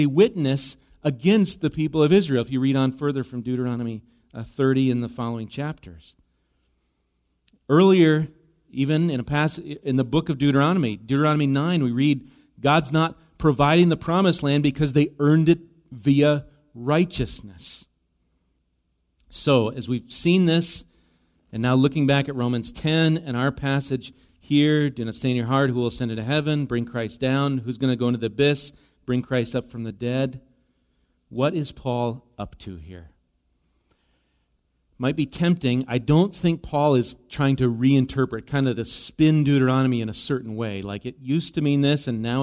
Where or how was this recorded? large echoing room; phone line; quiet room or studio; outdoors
large echoing room